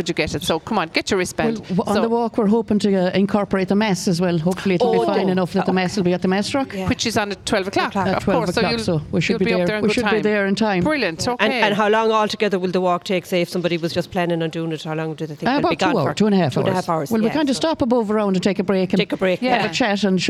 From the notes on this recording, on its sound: As broadcast live from the the Fair green at the Scariff harbour festival on 5th August 2023.